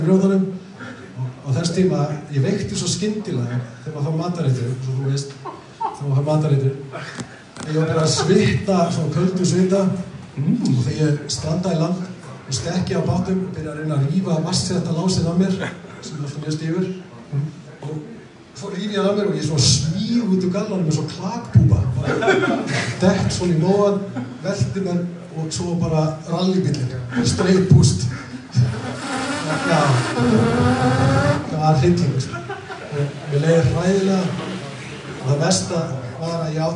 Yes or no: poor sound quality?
yes